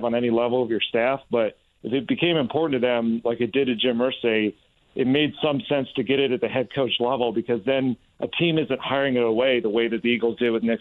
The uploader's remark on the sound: Plus, we take some phone calls